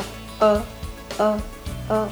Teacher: 口に力を入れてない状態でちょっとだけ口を開けて発音した音 · Term: 曖昧な